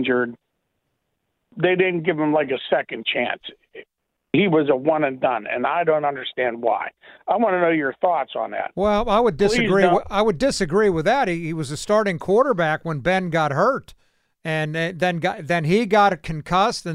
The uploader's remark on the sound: Quick Phone call from a listener. One listener calls in and tells us their thoughts on the upcoming matchup.